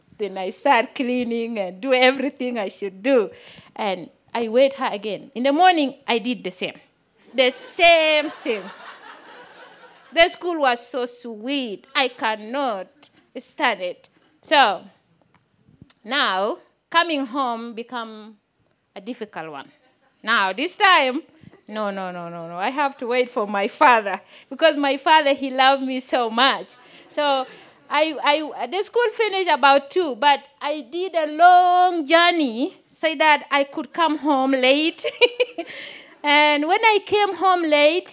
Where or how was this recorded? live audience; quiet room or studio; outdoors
live audience